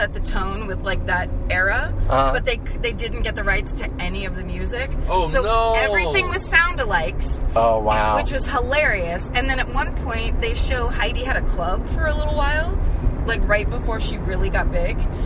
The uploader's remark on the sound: In the Car